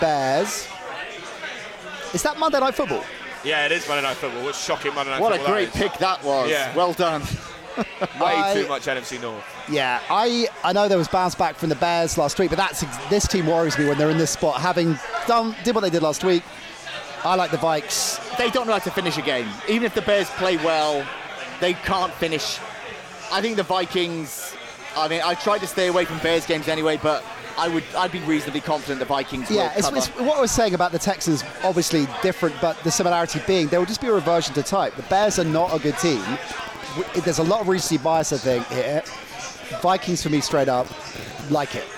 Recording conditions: busy venue